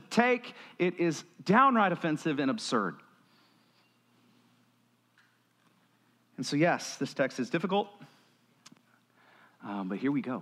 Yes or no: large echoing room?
yes